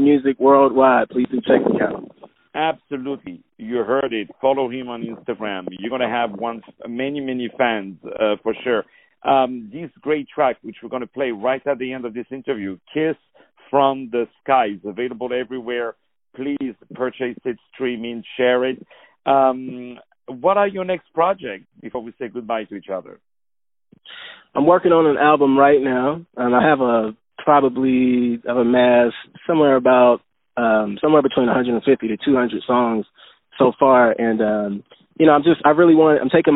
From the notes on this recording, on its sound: On the phone